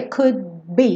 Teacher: Percebe que esse D não precisa ser could be. Eu só encosto lá a língua no céu da boca para fechar esse D, could be. E eu já estou fechando o lábio para o be.